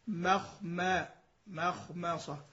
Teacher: مخمصة تجد في الخاء والصاد امتلأ الفم بصدى الحرف والحرف صار سمينا، لكن في الميم في الميمين مخما مخمصة. · Term: التفخيم